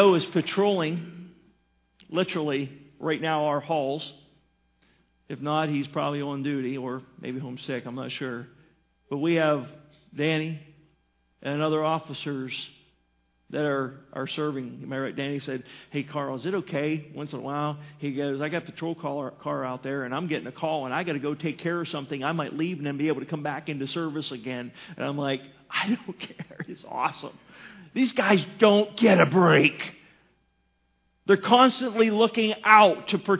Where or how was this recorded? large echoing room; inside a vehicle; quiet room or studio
large echoing room